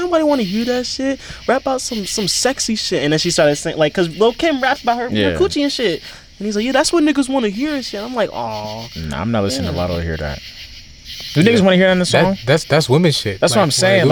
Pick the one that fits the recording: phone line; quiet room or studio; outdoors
outdoors